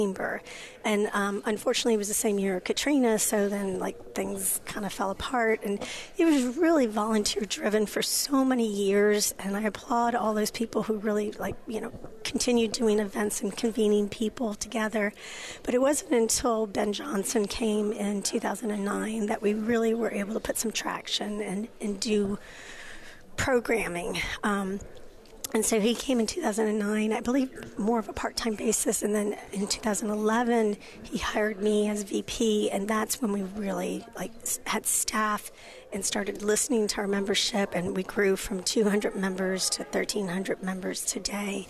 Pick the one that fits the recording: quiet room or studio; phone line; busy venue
busy venue